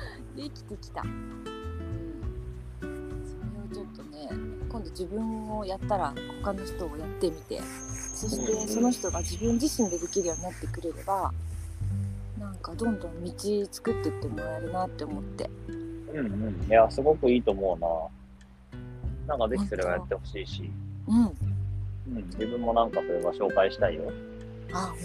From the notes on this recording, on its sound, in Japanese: 2人で屋外収録。